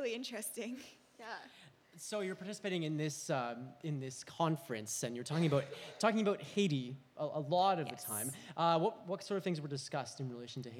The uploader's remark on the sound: Live Christmas Gala Coffeehouse!